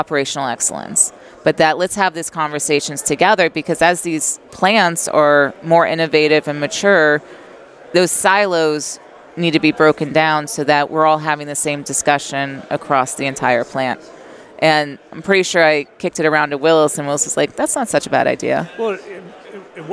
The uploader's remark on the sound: Live at AFPM